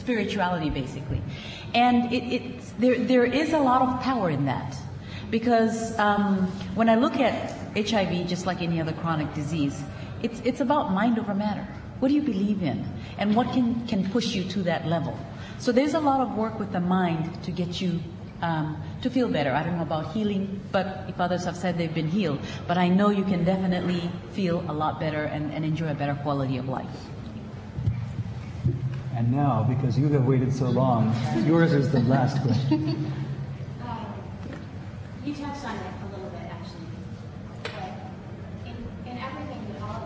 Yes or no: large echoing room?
yes